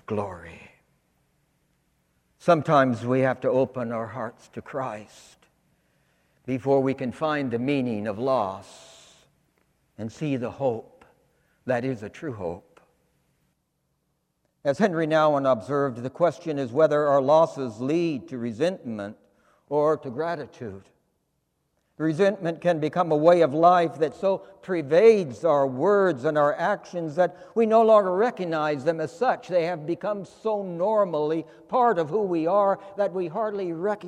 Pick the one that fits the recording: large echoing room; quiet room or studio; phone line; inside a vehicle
large echoing room